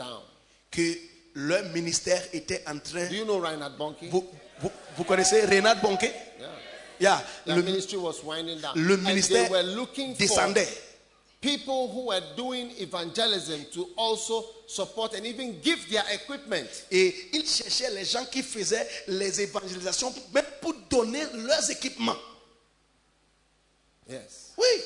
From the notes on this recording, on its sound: Preached at a Healing Jesus Campaign Pastors' Conference in Bertoua, Cameroon